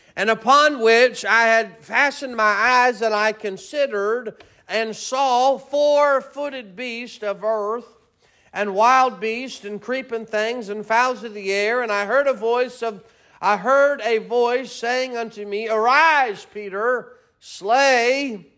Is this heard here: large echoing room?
yes